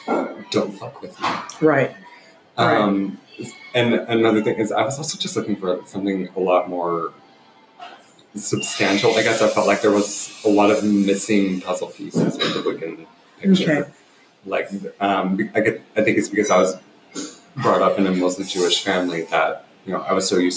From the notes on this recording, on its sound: It's difficult recording in a busy coffee shop and there were a ton of moments that needed to be edited out. Though sometimes it might be a bit hard to hear, hang in there.